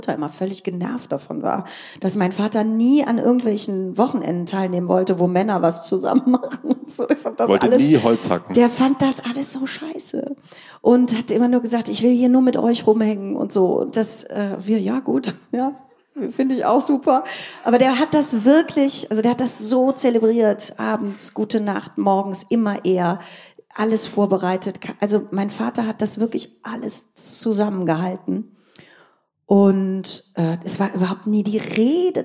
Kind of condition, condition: setting, live audience